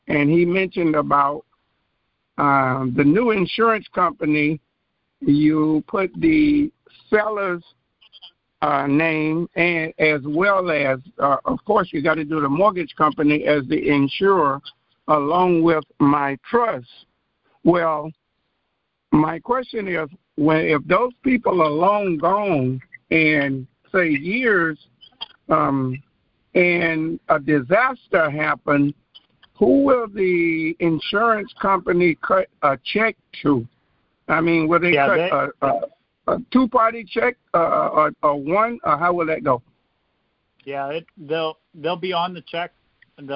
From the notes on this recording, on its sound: Gold Club Q&A Call.